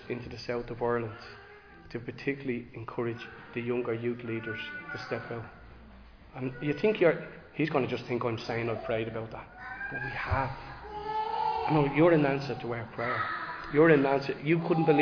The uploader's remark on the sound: Recorded live in Liberty Church on 22 October 2023